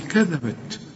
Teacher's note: لكن ما غنش الذال دي وطلع لساني في الذال